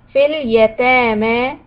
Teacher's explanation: وإن خفتم ألا تقسطوا قاف قلقلة في اليتامى make sure you stretch the ta and the meme